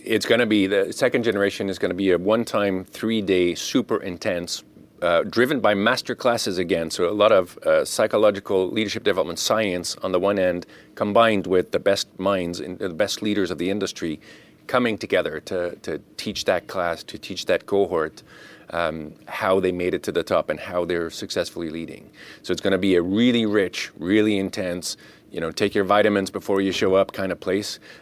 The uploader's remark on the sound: At the most recent edition of the Pharma Manufacturing World Summit held May 15-16, 2023, in Boston. At the most recent edition of the Pharma Manufacturing World Summit held May 15-16, 2023, in Boston.